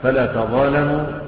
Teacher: فلا تظالموا محذوفة إحدى التاءين · Term: حذف إحدى التاءين